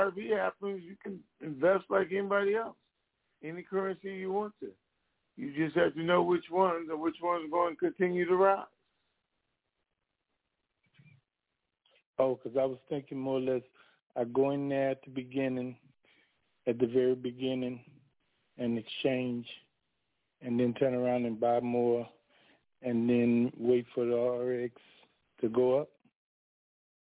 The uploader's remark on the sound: TNTSuperfantastic Conference Call